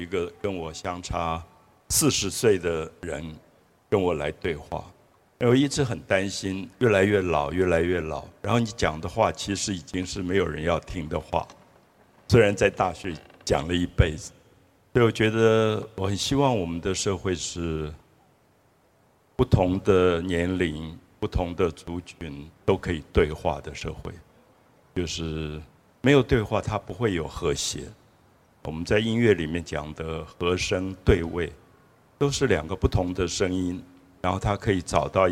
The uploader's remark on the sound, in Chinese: 台南巴克禮公園20週年Open Podcast。我到現在為止印象裡還彷彿坐在那個草地上，天空有月亮、有星星，附近的水裡有柳樹的倒影，每一個人都這麼安靜，感覺到夜晚的風微微的吹來。